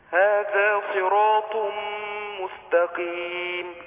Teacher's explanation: خلي الطاء مستعلية زي ما هي